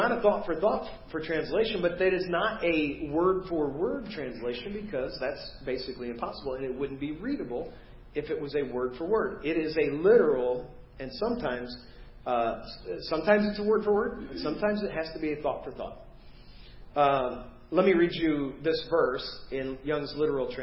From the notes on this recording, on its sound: Preached at First Baptist Church of Hazel Park.